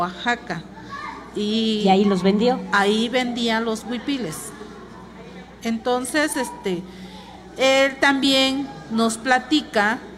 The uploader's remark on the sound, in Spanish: totalmente en vivo desde el Complejo Cultural Los Pinos donde se lleva a cabo #Original2023 Encuentro de Arte Textil Mexicano